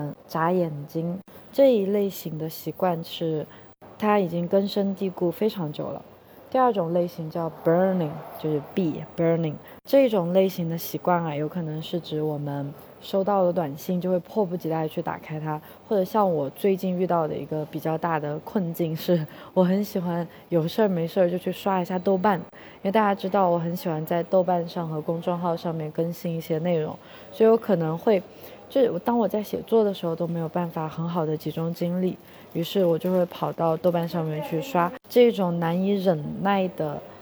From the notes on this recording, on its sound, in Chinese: 这一期在克罗地亚的杜布罗夫尼克机场录制